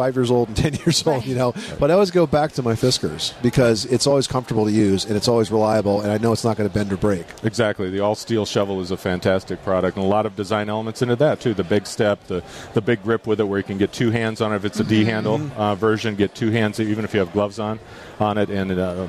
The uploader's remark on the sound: Live from the National Hardware Show